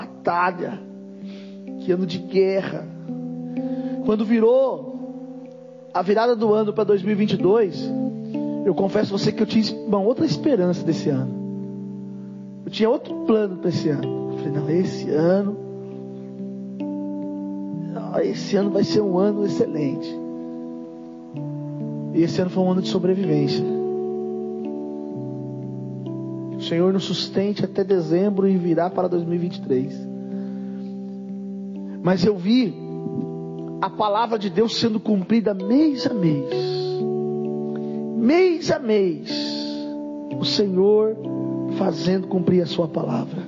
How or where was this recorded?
large echoing room